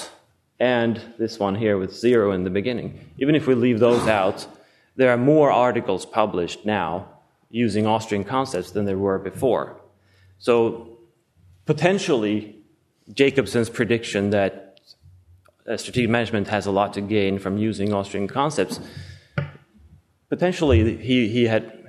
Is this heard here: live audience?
yes